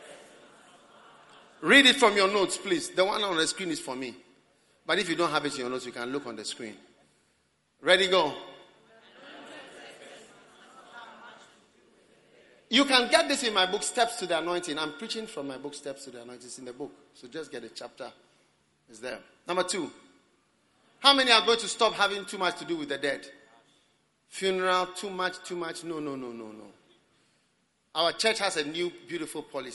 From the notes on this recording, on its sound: Preached at the Prophetic Encounter Service.